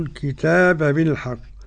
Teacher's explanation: قرأ السوسي بإدغام الباء في الباء، باب المثلين